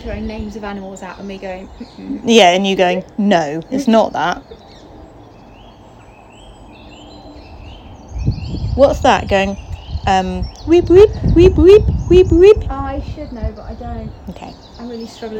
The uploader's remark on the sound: Birdsong at the allotment. Allotment update recorded in the shed at 14b Paddocks Allotments, in South West London.